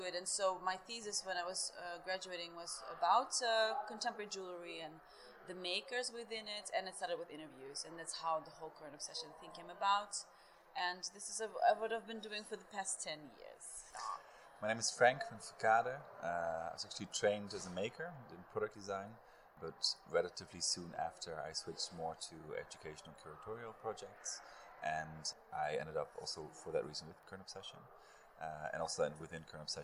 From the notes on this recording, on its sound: Current Obsession at Munich Jewellery Week 2023. A conversation recorded at the buzzing hub.